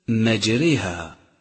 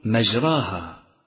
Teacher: الألف الممالة، وهي ألف متولدة من الألف والياء · Shown in: first take